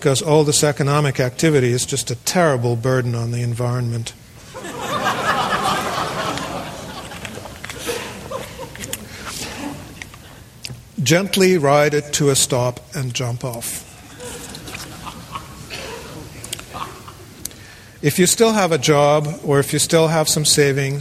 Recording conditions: live audience